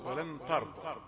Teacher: يعني عندما استمعنا القراءة الصحيحة ولن ترضى، تاء رقيقة وراء مفخمة، نسمع كثيرا قراءة البعض ولن ترضى. ترضى يعني معناها التاء فخمت أو أخذت جزءا من التفخيم ما ينبغي لها أن تأخذها. تاءات مرققة، ما فيش تاء أبدا مفخمة.